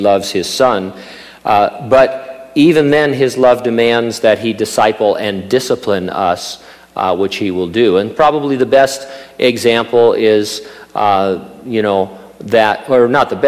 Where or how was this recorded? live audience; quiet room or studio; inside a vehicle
live audience